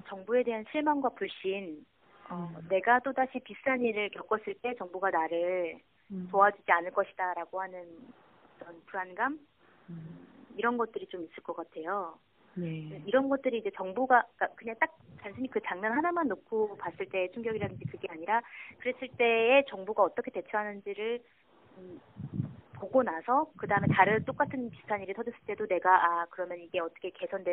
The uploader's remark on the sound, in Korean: 전화 인터뷰